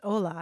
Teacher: I'm thinking of Spanish, too, which the word starts with an H, although it's hola. You don't pronounce the H.